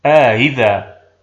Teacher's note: وفي أئذا الأولى مفتوحة والثانية مكسورة، فنسهل الثانية بين الهمزة المحققة والياء وندخل ألف الفصل فتصبح آهذا.